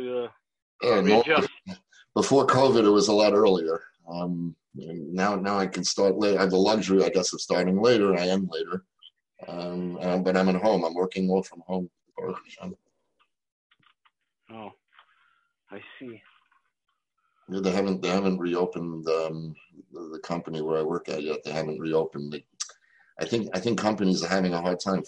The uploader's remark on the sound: Live On Zoom